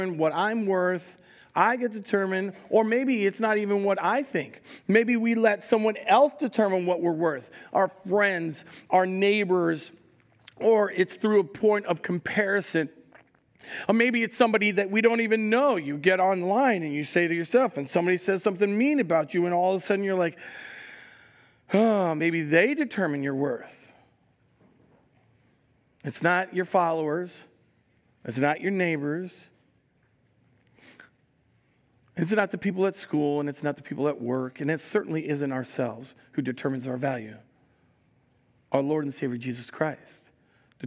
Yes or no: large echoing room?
yes